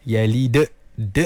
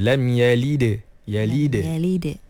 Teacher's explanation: Seolah-olah huruf dal tu setelahnya ada hamzah. · Shown in: first take